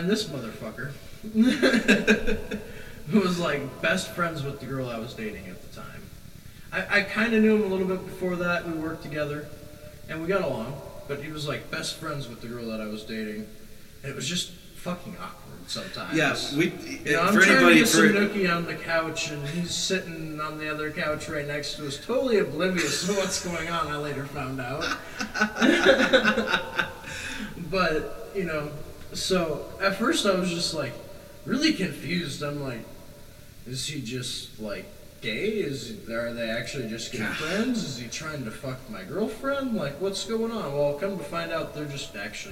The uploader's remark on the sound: They were unable to adequately tune their audio. Enjoy this VERY low sound quality episode.